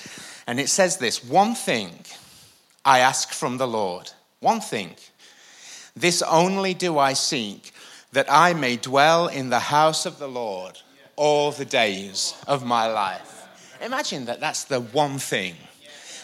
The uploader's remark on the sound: IKON Church. Recorded live at the Chesterfield Campus this is the message from the evening service on the 16th February 20.